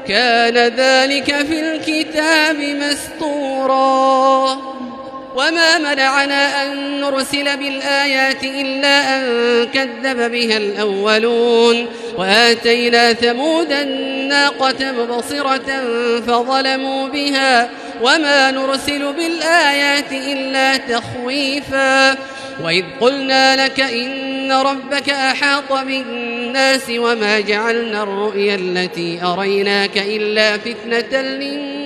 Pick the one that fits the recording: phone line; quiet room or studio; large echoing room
large echoing room